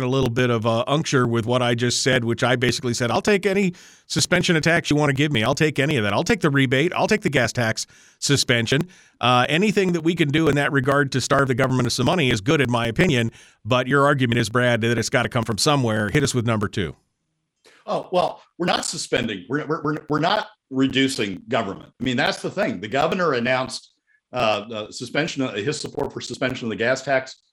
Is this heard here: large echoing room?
no